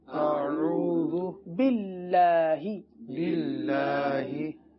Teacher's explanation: اب باللہ اللہ کے نام کو باریک پڑھیں گے، باللہ پڑھنا غلط ہے، اللہ کا نام باریک پڑھا جائے گا، با کے نیچے زیر ہے، با لام کے ساتھ مل کر پڑھی جا رہی ہے، اللہ عز و جل کے لام سے پہلے زیر ہو تو باریک پڑھا جاتا ہے